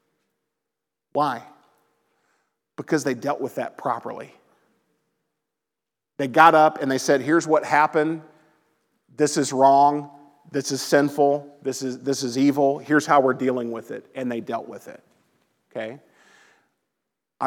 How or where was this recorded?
large echoing room